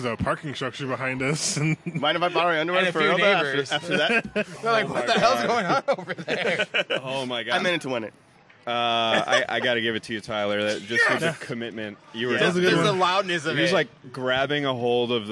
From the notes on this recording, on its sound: live at Backstreet Brewery!